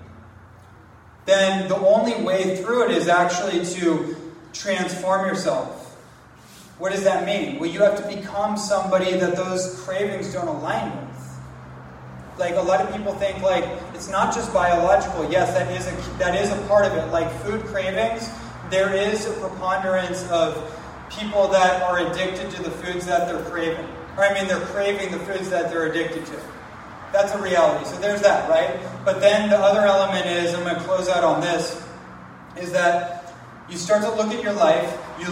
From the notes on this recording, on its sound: live presentation on the island of Kauai